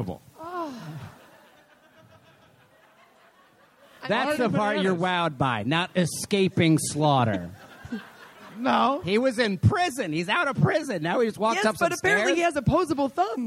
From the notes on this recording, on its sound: live from The Bell House in Brooklyn, NY